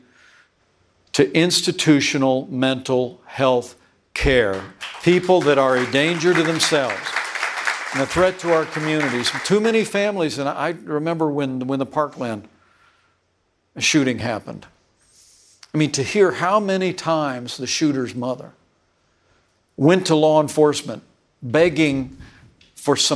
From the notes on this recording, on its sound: CNN Republican Presidential Town Hall. Live from Des Moines, Iowa.